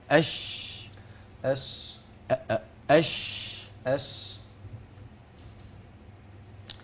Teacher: بس التفشي عندك ضعيف. التفشي ابني لصفة حرف الشين